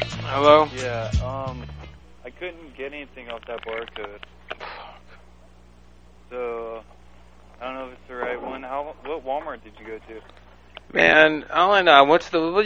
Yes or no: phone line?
yes